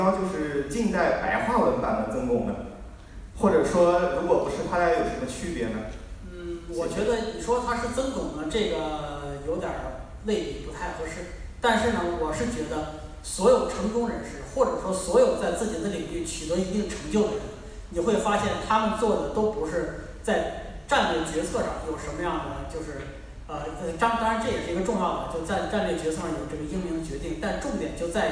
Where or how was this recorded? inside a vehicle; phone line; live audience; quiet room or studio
live audience